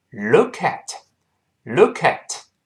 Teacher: 跟后面那个 at 自然就联动成 look at, look at 这么一个发音